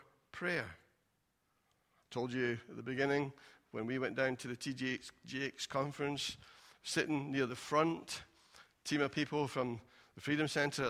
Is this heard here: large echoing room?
yes